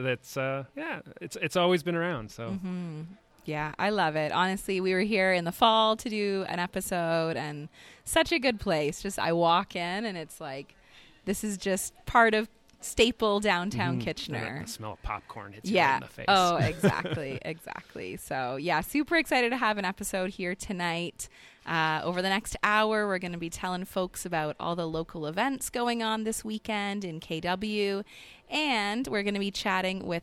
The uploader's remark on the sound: Broadcast live from Apollo Cinema in Downtown Kitchener.